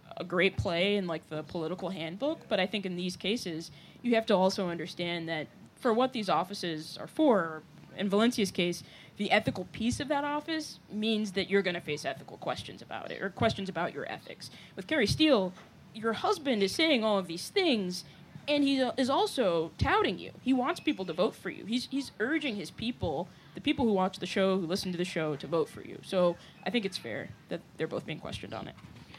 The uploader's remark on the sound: Live At The Hideout